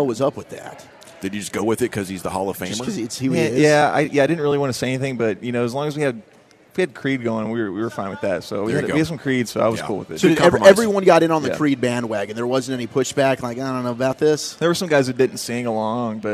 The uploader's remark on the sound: live from the Texas Rangers Toy Drive